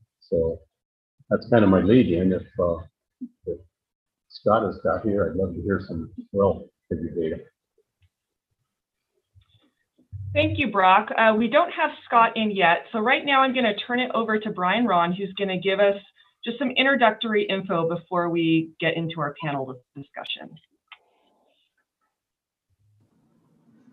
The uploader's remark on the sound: Audio from a webinar presented on May 13, 2021